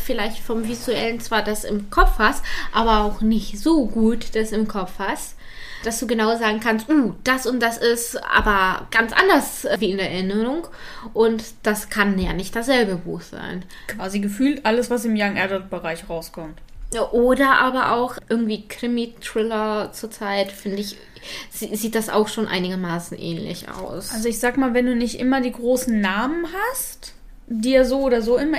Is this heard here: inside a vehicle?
no